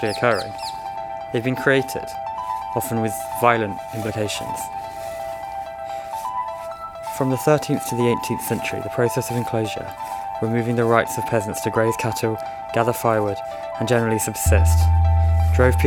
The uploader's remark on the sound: Recorded while out walking